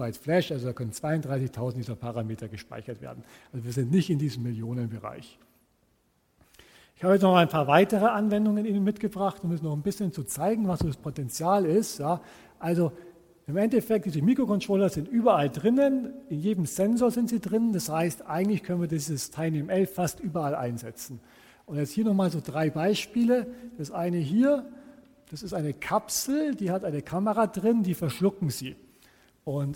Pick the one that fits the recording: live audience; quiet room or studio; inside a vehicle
live audience